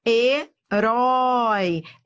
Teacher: Herói é um ditongo e decrescente. Eu fui do forte pro fraco.